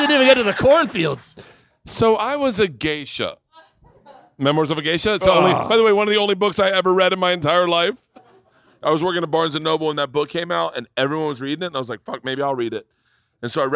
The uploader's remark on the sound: Live Podcast - Gundo Comedy Festival. Today I head to the El Segundo Brewing Company to do the annual "Gundo Comedy Festival Live Bertcast".